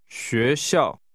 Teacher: The tones are rising, 学, and falling.